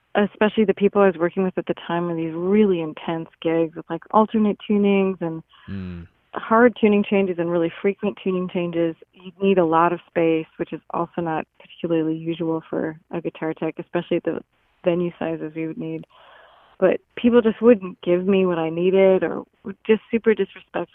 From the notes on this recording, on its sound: by phone